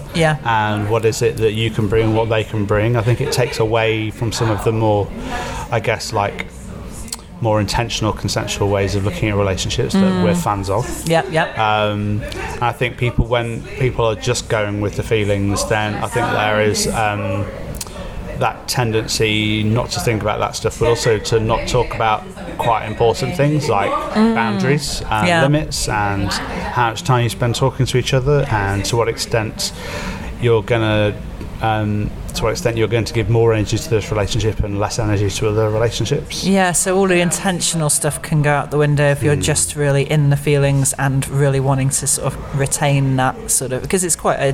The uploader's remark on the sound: We recorded this a few weeks ago - in a pub